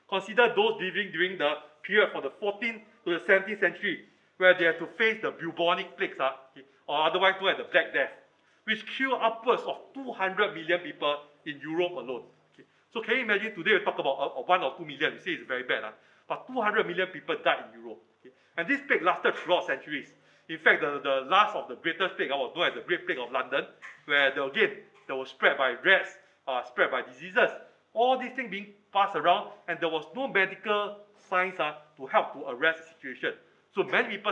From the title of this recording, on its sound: Recorded Live